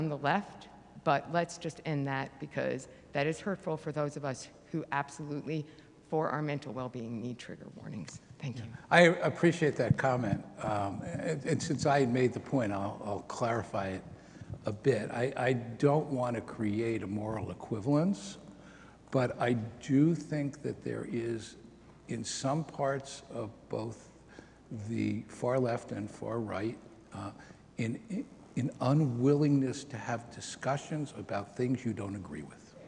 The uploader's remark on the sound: This episode is Part 2 of a 4 part series recorded live on Slavery and Reparations. Parts 2 and 4 are the Q&A portions with the live audience.